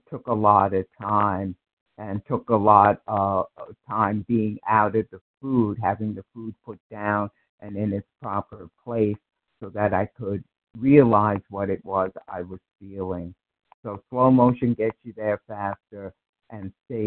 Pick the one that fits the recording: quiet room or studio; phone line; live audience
phone line